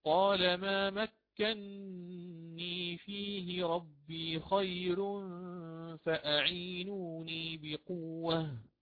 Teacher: فأنا سأدغم النون الأولى المتحركة بالفتح في النون الثانية المكسورة · وننتبه هنا لترقيق الراء، لأنه قبلها ياء ساكنة، ياء ساكنة · Term: الإدغام الكبير